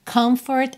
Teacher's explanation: você fecha os lábios pro M e depois vai para um F